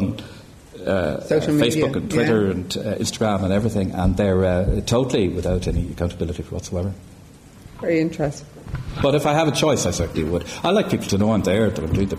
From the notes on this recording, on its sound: This episode was recorded with a live audience at the Gallery.